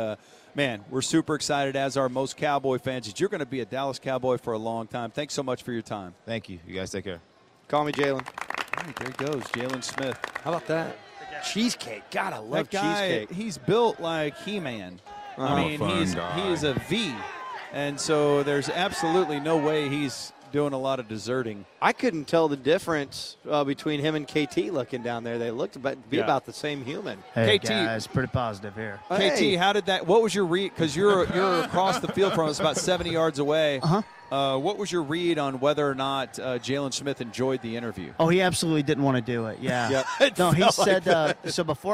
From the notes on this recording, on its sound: live from training camp at The Star in Frisco